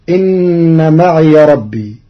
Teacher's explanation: قرأ ورش كلمة معي بإسكان الياء في لغة بعض العرب فتكون إن معي ربي.